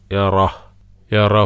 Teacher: യറ കഴിഞ്ഞിട്ട് ചെറിയ ഒരു ശ്വാസം പുറത്തേക്ക് വിടുക, കാറ്റ്